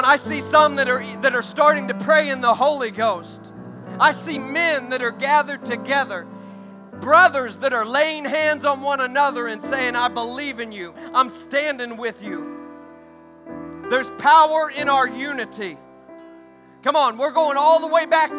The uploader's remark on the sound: During our Sunday evening gathering on May 21, 2023. We are an Apostolic, Pentecostal church located in Poplar Bluff, Missouri.